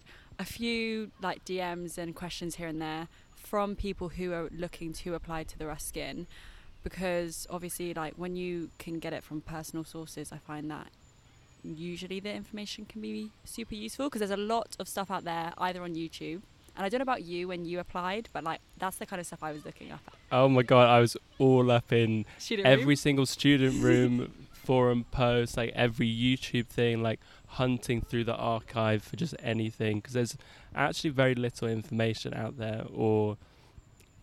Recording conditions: sounds in the background